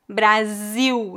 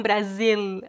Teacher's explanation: No Brasil, nós não pronunciamos o L em final de sílabas, né? Em final de palavras e entre uma vogal e uma consoante. O L é pronunciado como U. · Shown in: first take · Então, Brasil, não Brasil, e Portugal, não Portugal.